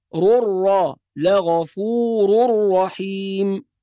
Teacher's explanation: إن ربي أيضا لغفور رحيم، هذا يسمى إدغام بغير غنة، فلا نقول لغفور رحيم وإنما لغفور رحيم، فتلغى النون وننطق الراء بعد الراء مباشرة